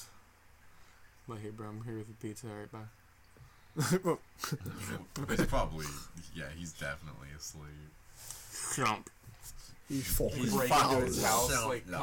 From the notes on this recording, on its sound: we tried recording in a new setup and it didnt work!